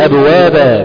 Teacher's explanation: خلينا مثلا نجيب كلمه ابوابا، لما بقف عليها بقول ابوابا، بشيل الايه، بشيل الفتحتين بتوع التنوين، تنوين بالفتح دول بشيلهم خالص، وبحط حاجه اسمها الف، بقف عليها كالف كمد طبيعي حركتين، وبقول عليها مد عوض، عوض عن التنوين، يعني عوض عن التنوين انا حطيت الالف ده، تمام.